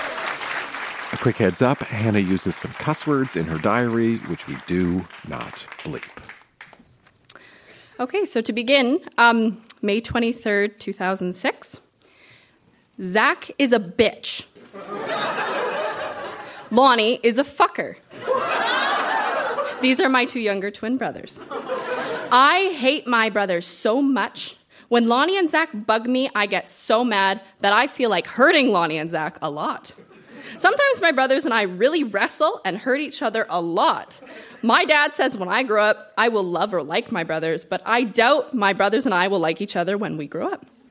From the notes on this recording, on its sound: Recorded live at The Artesian in Regina.